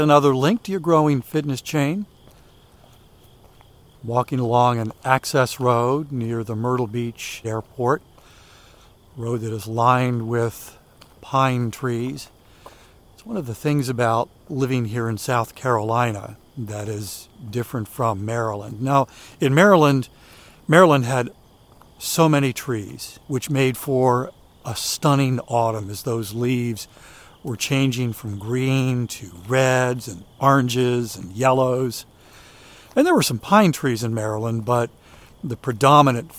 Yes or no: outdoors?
yes